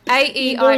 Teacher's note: So every vowel in the Australian accent has a diphthong. You have to change your, you have to move your mouth to finish the vowel.